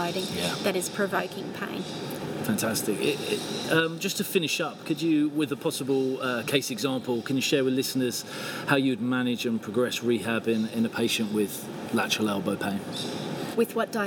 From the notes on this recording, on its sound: Recorded outside. Gold Coast in Australia, apologies for the sound of wildlife in the background !!